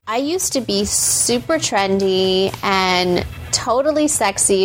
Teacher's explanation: the kind of vocal fry that I think you find especially grating